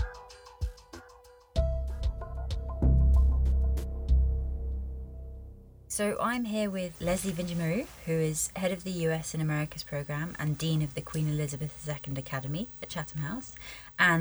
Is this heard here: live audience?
no